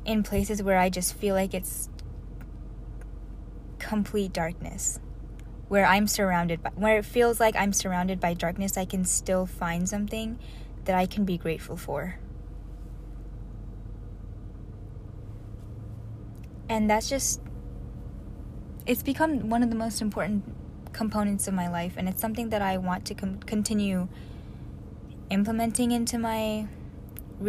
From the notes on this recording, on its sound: another one in my car